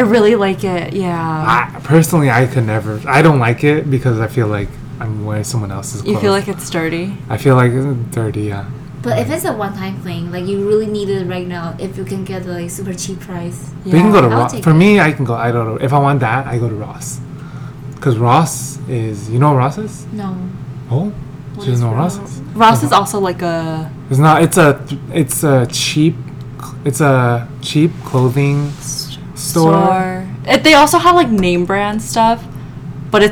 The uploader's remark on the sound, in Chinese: 麥克風只有一隻所以雜音比較多請大家見諒！